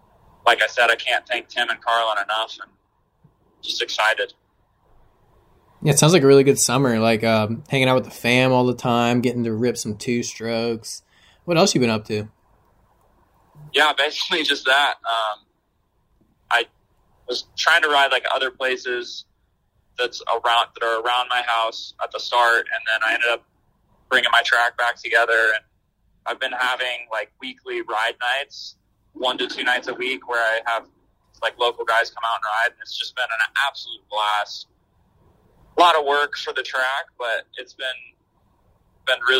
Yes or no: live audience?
no